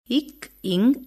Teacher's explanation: நாவின் முதற்பகுதி அன்னத்தின் அடிப்பகுதியை பொருந்துவதால் பிறக்கின்றது